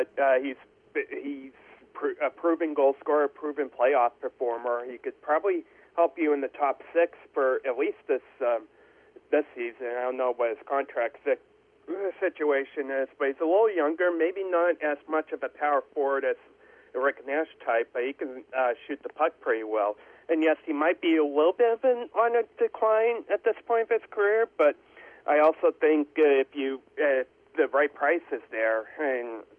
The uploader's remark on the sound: Joined on the phone. From the Spectrum Healthcare Partners Studios.